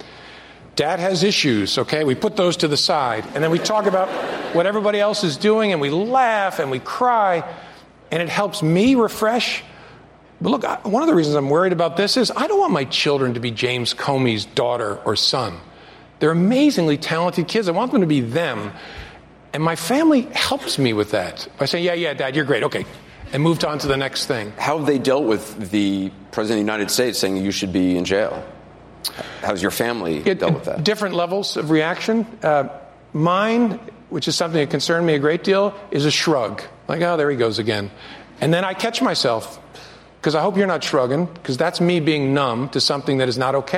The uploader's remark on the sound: Answers questions during a live town hall hosted by CNN. At William And Mary.